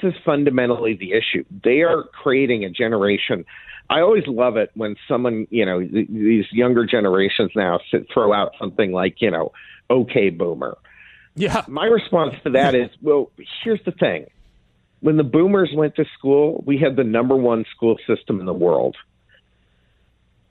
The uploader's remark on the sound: By phone for the full hour.